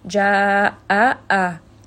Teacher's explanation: make sure Hamza has that sharp sound. Switch from Jawf to Khalq.